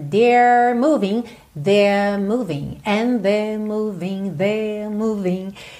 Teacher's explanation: Alonga, mas não enrola a língua, no sotaque britânico